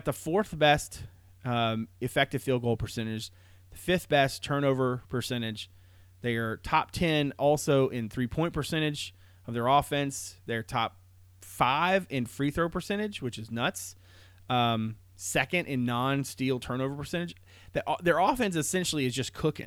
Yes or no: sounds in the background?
no